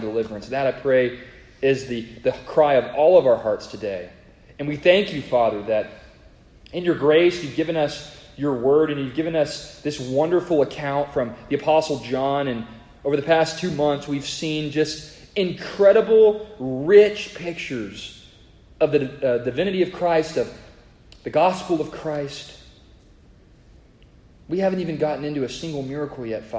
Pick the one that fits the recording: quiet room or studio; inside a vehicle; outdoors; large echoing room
large echoing room